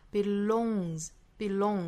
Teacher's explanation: 这个 belong,注意元音是一个口型聚拢的一个 o 的状态 · 后面的这个 s 应该读浊音